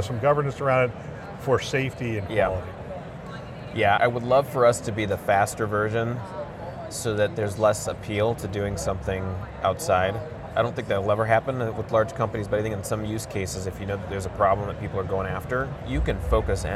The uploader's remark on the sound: an Interview in Action live from ViVe 2023